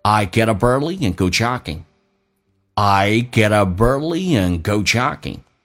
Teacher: Get up early, get up 都认识，但加个 up 跟 early 经常会有连音，叫 get up early, P 浊化成 B, I get up early and 不被强调弱化成 N